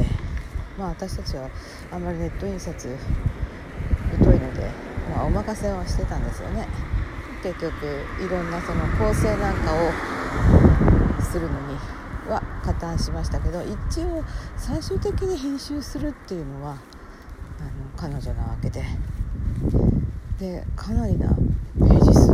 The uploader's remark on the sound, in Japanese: From Radiotalk。歩きながら屋外収録、音悪くてスミマセン。